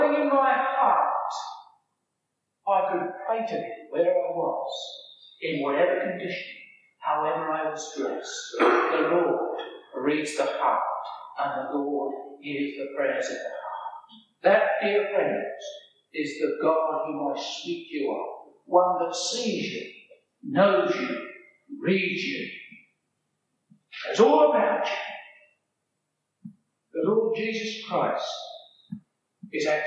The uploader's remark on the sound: A sermon preach at Bierton Strict and Particular Baptists in June 1984